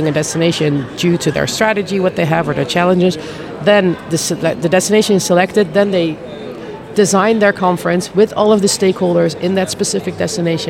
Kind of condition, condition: setting, busy venue